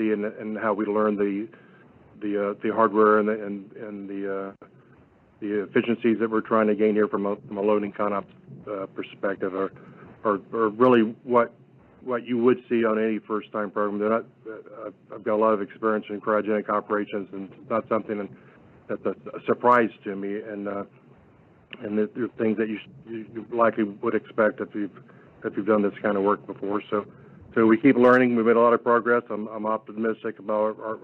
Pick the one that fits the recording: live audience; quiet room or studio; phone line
phone line